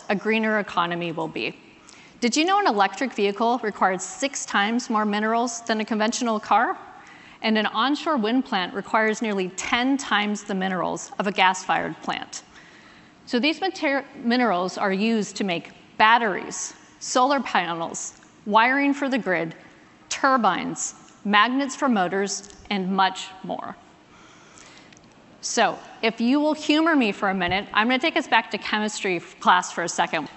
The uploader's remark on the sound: recorded at an event held back in May